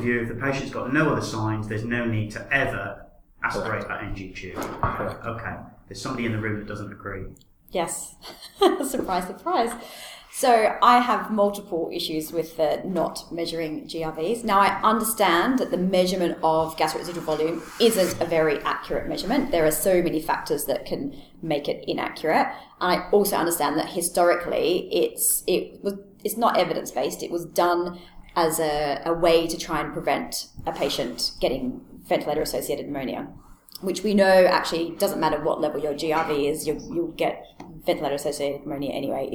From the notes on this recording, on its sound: I was fortunate to be able to have a good chat at the ICS State of the Art 2016 conference